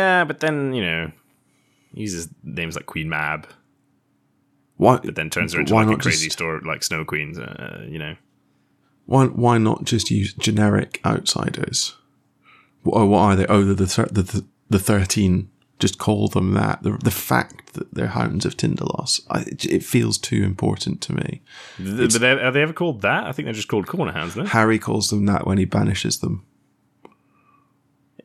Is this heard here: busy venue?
no